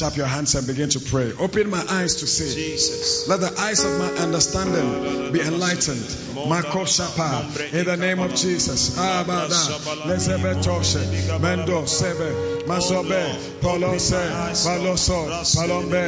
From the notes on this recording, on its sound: Preached at the AMOMOS Camp 2023 - The Anagkazo Campus